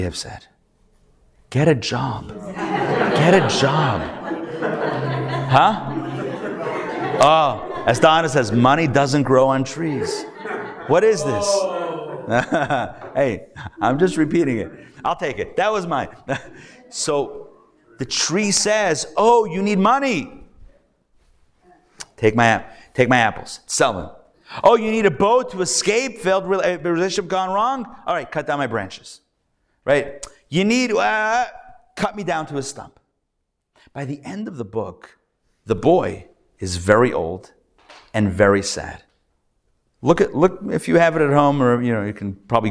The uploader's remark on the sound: Recorded Live at The Torah Center ATL on Wednesday, October 25, 2023